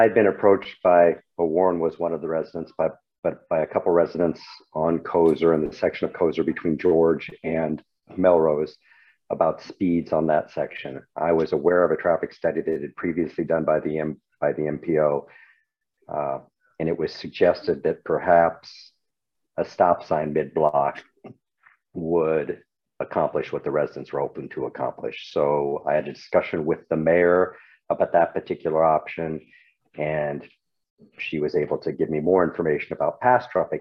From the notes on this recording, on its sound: was held on Zoom